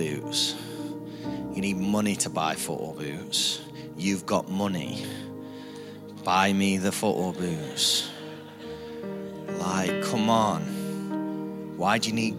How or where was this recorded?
large echoing room